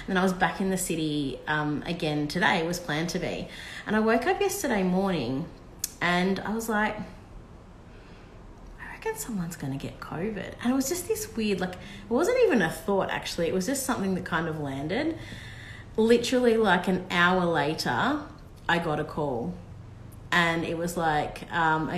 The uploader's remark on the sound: It was originally recorded as an IG live around the time when we were preparing to leave Australia last year.